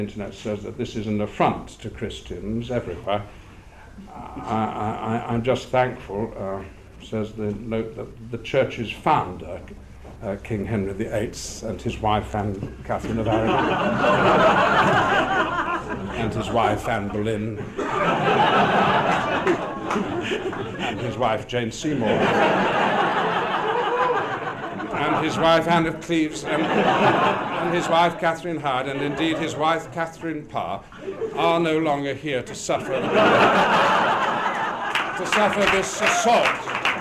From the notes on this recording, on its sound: An LGBTQ gathering at Premiere House in Wellington, New Zealand.